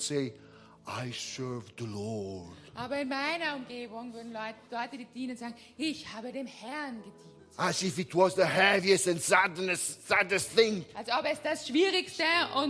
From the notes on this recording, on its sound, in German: Gottesdienst live aus der LIFE Church Wien.